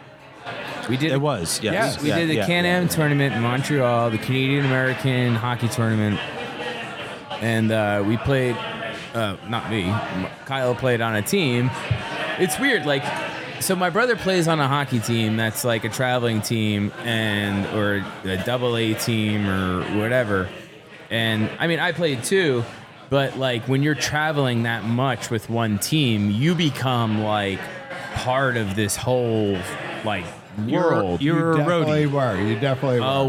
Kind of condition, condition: setting, busy venue